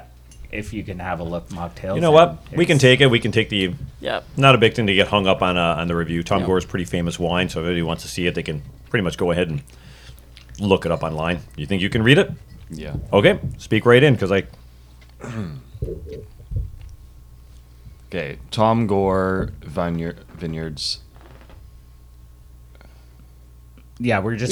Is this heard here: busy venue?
no